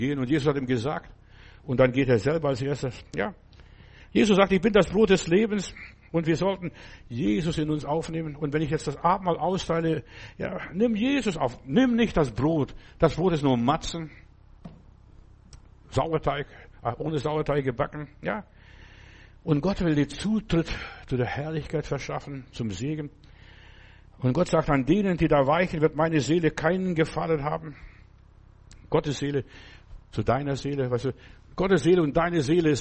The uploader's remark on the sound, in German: im Gemeinde-Zentrum in Berlin aufgenommen